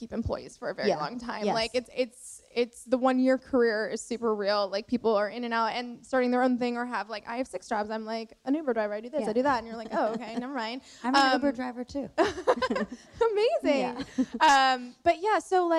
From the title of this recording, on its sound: Live from the WorkParty Tour